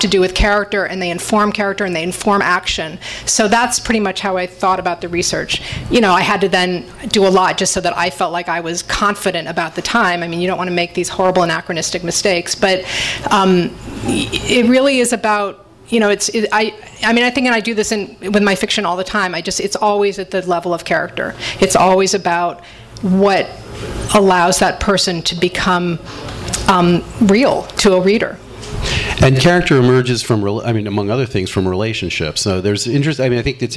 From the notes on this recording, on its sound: THIS EVENT WAS RECORDED LIVE AT SKYLIGHT BOOKS ON APRIL 6, 2013